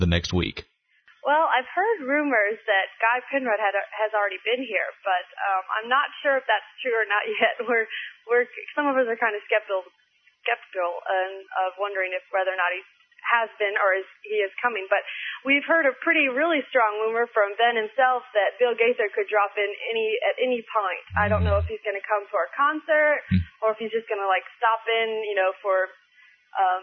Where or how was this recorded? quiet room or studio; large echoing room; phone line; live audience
phone line